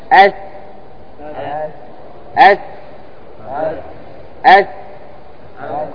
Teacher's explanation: ليس من حروف الشدة بمعنى أن الصوت يجري معه. قل أس لاحظ أس في ماذا في صوت معه أس طق أس أس أس يدل على أنه حرف ماذا حرف رخو ما هو شديد.